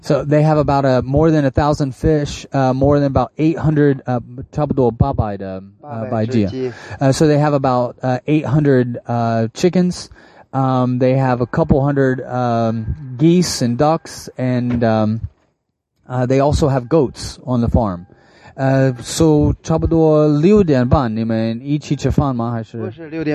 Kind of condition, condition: setting, inside a vehicle